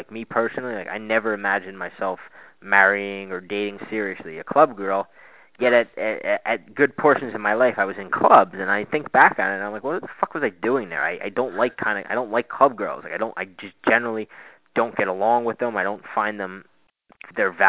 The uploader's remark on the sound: on the phone to do a podcast I had wanted to do for a very long time